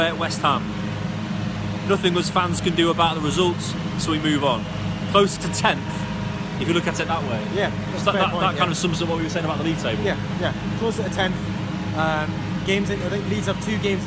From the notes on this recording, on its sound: Live from Elland Road.